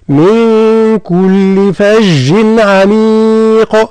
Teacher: كيف النون في من فها إخفاء بغنى